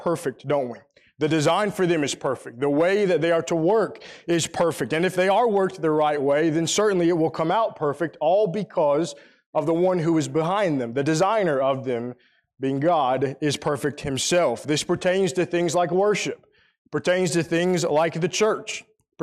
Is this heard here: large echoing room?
yes